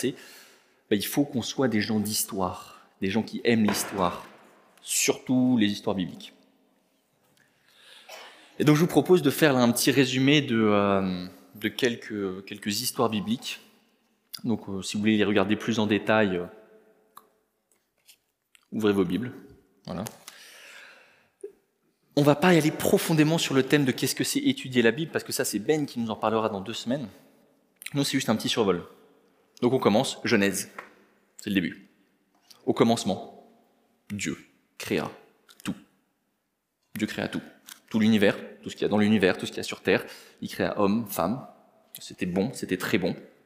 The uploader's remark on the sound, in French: Enregistré à l'église CVV